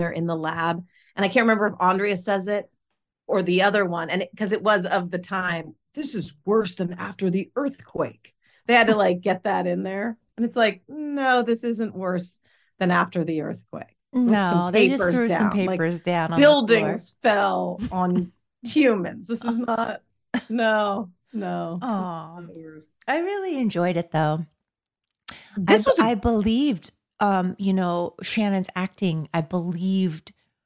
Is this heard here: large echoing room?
no